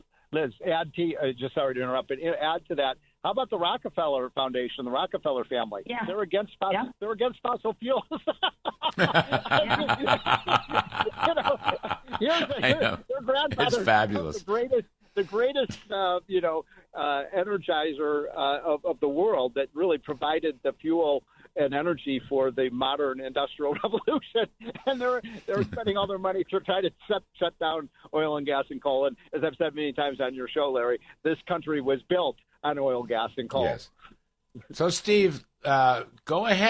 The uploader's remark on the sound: call into the show